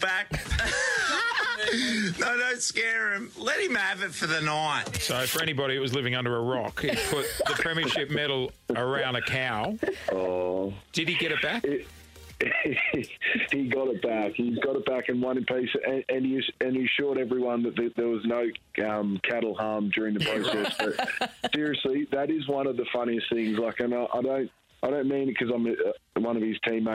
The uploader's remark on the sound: on the phone to check in with them both